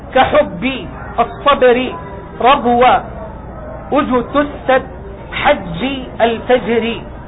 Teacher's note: الجيم شبيه بالباء من هذه الناحية من حيث اشتماله على صفتي الشدة والجهر